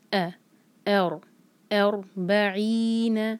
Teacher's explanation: را ساکن سے پہلے فتحہ، لیکن خیال رکھیں الف بھاری نہ ہو، او نہیں کہنا اس کو.